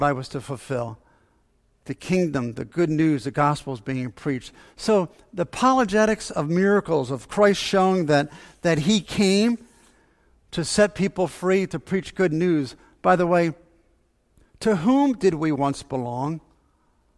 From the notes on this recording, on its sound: Faith Baptist Church in Hamilton, NJ.